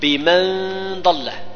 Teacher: النون ساكنة جاء بعد حرف الضاد يخفى معه غنة